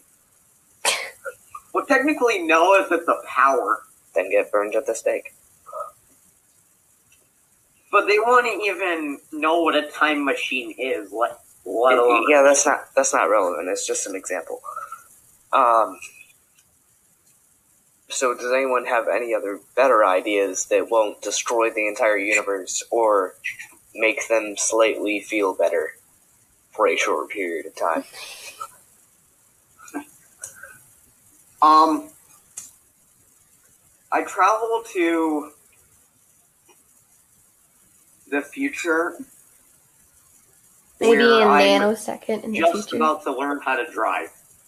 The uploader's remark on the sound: We apologize for poor recording quality, and hope to fix it next time.